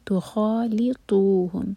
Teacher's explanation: تو بھی ہیوی ہوگا، زبان کی ٹپ سے نہیں پڑھیں گے، زبان کا سامنے کا پورا پورا پارٹ استعمال کریں گے